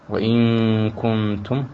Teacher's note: نون الساكنة مخفى قبل الكاف مع الغنة · Term: الإخفاء